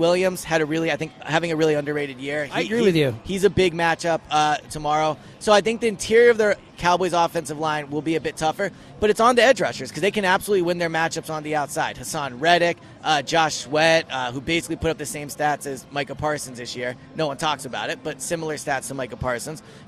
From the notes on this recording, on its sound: live at Parx Casino